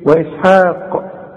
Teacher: اذا وقفت على كلمة اسحاق قلقل القاف، اي نعم هي مفتوحة، انما عند الوقف انت بتعمل ايه، انت بتسكن الحرف، هنقول ايه واسحاق.